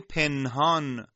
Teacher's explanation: نون در نزد هاء ساکنه که اومده قشنگ اظهار شده